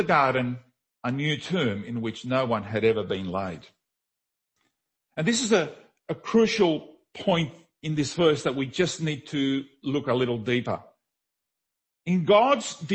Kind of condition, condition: setting, large echoing room